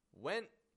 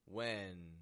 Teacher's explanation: with the first one, the sound stops abruptly, my tone raises, and with the second, it fades away on the end sound.